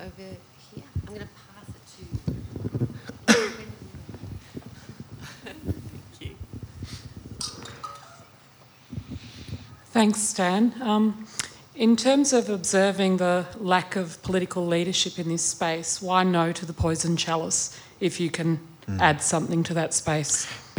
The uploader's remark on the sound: Live Recording. In Melbourne for one night only.